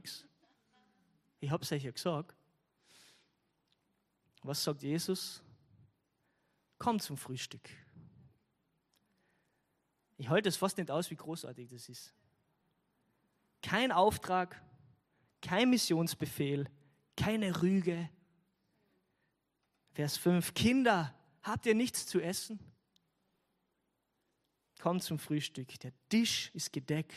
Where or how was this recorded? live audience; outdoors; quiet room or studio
live audience